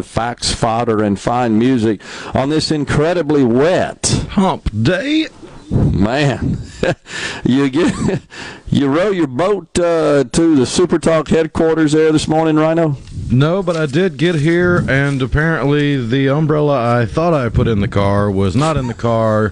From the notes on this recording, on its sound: MidDays is LIVE from Mississippi Blood Services in Flowood asking for you to stop by and donate the gift of life.